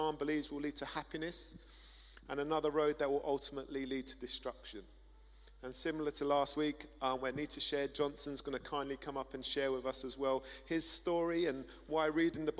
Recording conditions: large echoing room